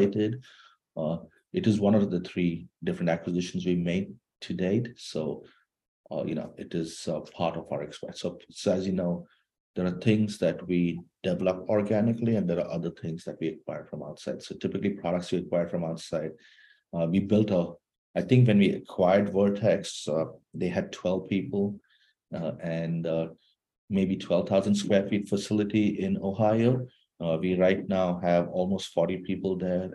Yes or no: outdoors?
no